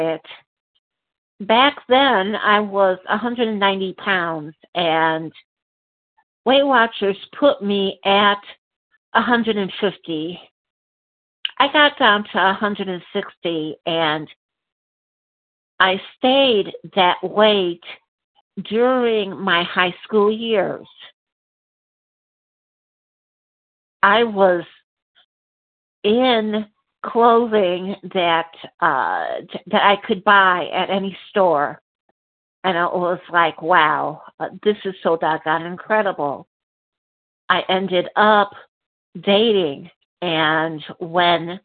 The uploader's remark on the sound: qualification from the 100 Pounders Phone Meeting